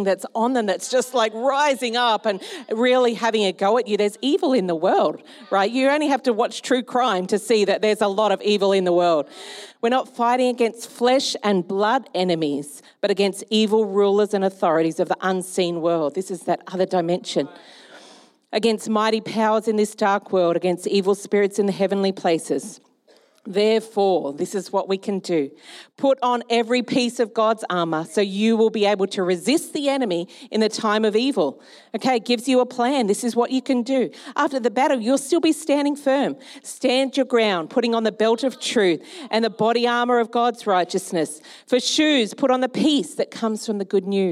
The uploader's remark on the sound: Recorded during our Melbourne East service on Sunday, the 2nd of April 2023